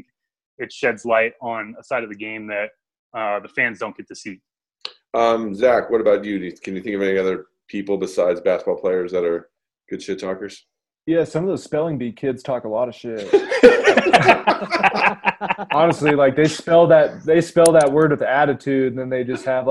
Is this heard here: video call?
yes